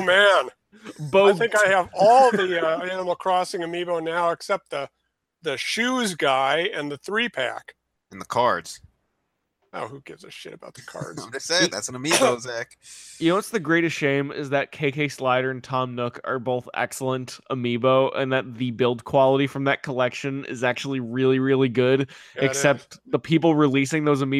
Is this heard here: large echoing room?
no